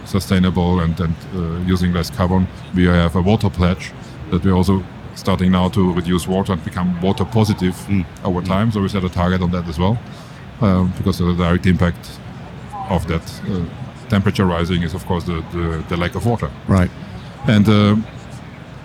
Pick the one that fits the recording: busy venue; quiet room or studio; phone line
busy venue